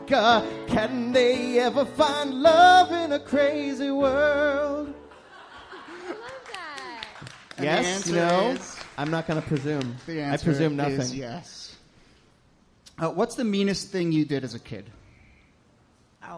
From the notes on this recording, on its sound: Ask Roulette is a conversation series in which strangers ask each other questions on stage. From our July show at Housing Works Bookstore in New York City.